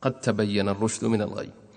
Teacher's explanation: تضغم دال قد في التاء وفي الدال، فقد وقد بعدها تافه قد تبين الرشد من الغي، لا أحد يظهر، لو أحد قال قد تبين هذا مخطئ، لابد من الإضغام، قد تبين الرشد من الغي.